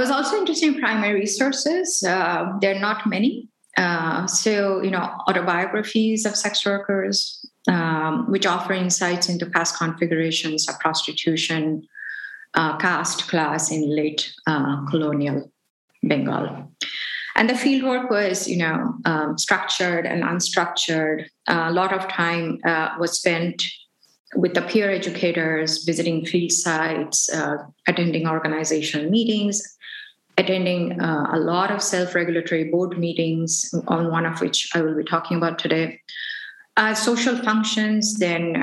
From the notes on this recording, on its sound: This episode was originally recorded during a live webinar event that occurred on February 23, 2022.